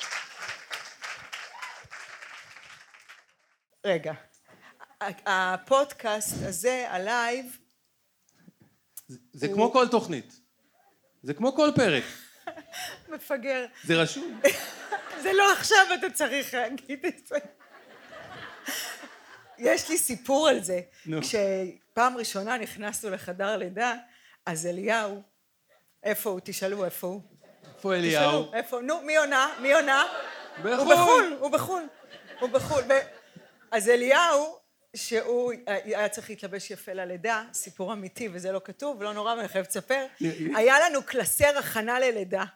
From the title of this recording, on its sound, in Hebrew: לייב בצוותא